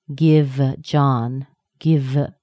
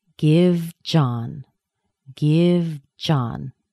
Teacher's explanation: as my teeth are touching my bottom lip on that V, my tongue is already coming forward in my mouth to push off from the teeth to make the J sound · Shown in: second take